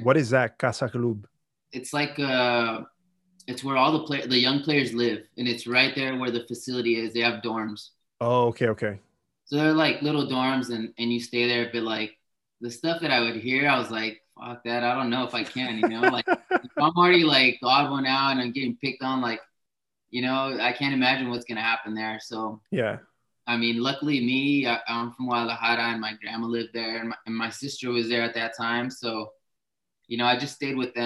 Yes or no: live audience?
no